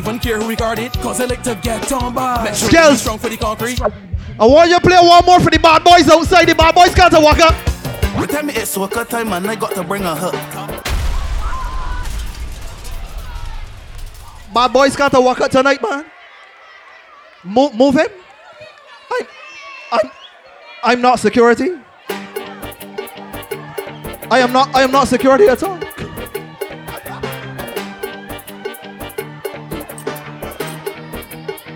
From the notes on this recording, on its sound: LIVE AUDIO FROM SPICE J'OUVERT - EVOLUTION OF JAB SAVVY ON THE BAY A. BARBADOS.